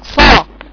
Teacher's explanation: حروف اللي فيها استعلاء، ما ينفعش أقرأ الصاد وأنا بقرأ أو السين أو الحروف الاستعلاء اللي هي كلها اللي أنا اديتها لكم قبل ذلك، ما ينفعش أقرأها من غير ما أعلي أقصى لساني